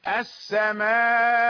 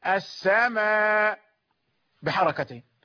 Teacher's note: إبدال الهمزة ألفا مع المد والقصر والتوسط